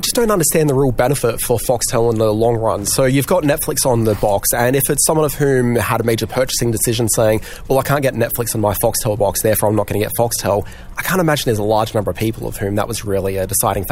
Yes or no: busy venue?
yes